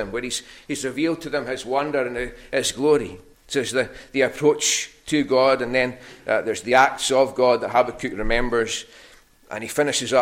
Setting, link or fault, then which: setting, large echoing room